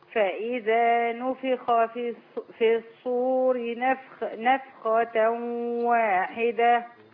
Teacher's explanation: الخاء عندي هنا مفخمة قوي لأنها مفتوحة محركة بفتح